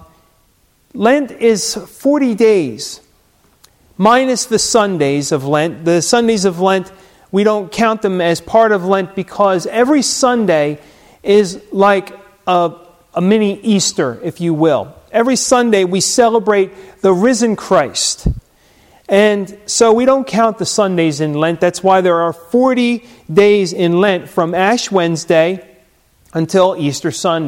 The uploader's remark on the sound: Recorded at Hudson UMC